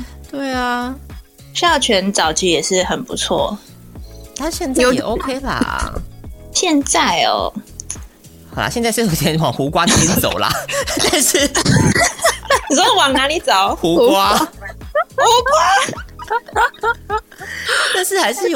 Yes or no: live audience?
no